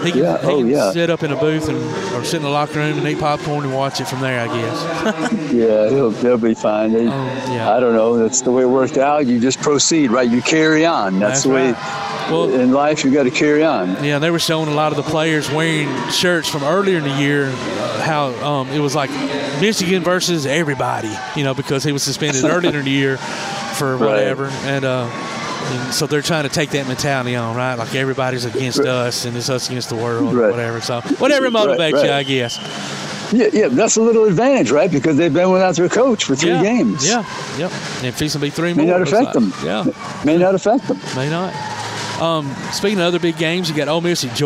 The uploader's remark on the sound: Live at the BEST Robotics tournament at Calhoun